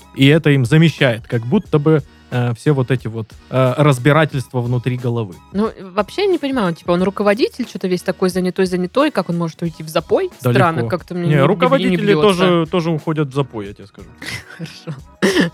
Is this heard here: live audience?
no